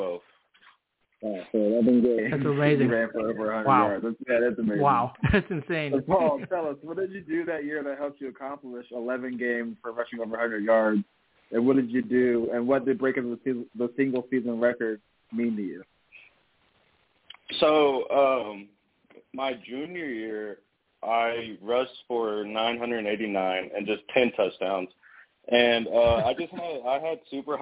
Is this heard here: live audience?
no